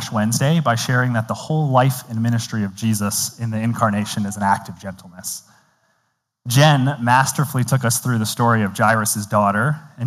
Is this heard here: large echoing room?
yes